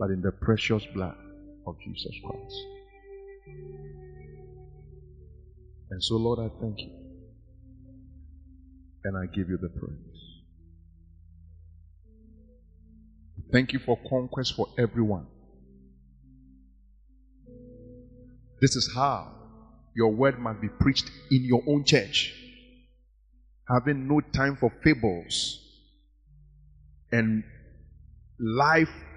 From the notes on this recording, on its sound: Preached at Grace and Truth Tabernacle int.